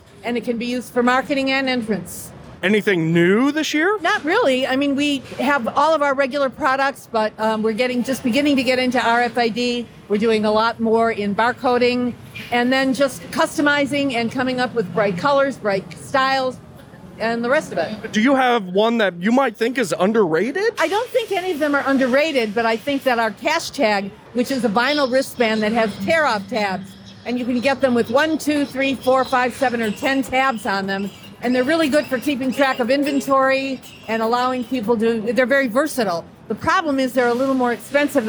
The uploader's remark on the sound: This interview was recorded during Transworld